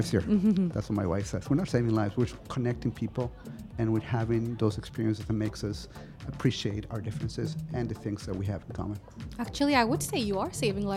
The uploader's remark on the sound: Live from SHD 2023